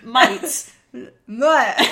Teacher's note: like, might, or try, you want something more like an oi sound